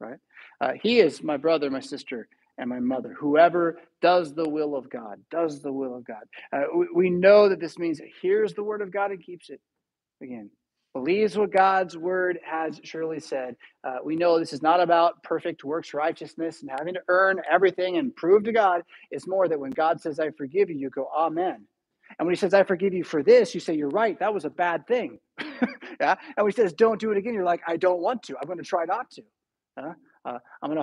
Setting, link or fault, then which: setting, large echoing room